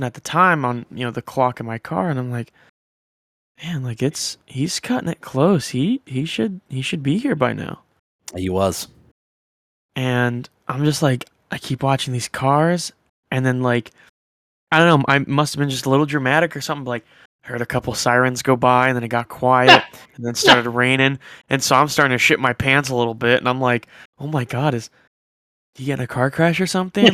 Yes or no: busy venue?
no